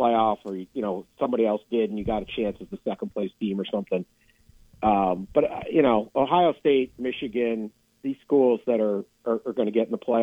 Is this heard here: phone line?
yes